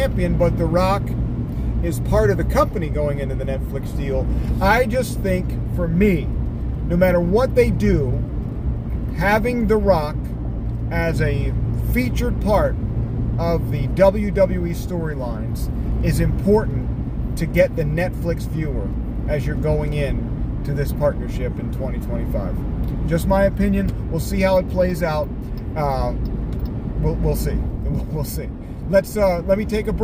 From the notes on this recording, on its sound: in the car DRIVING